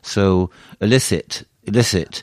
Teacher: the first syllable is pretty much a schwa · Term: schwa sound